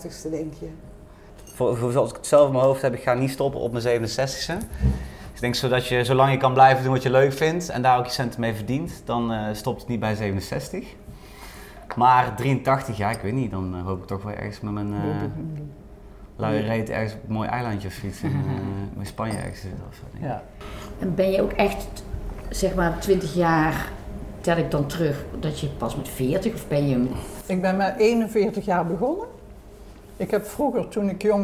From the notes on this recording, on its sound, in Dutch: Deze keer is het keukentafelgesprek opgenomen in Lunchroom Juuts. Dit heerlijk knusse restaurantje vindt je op terrein Sectie C aan de Daalakkersweg in Eindhoven.